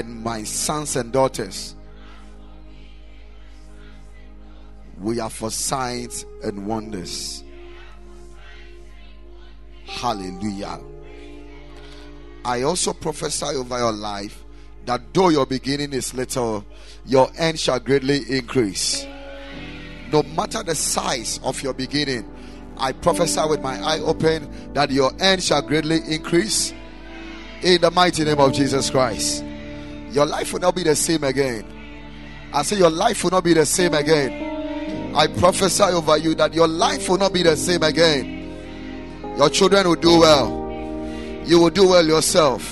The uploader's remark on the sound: Preached at Ekklesia Chapel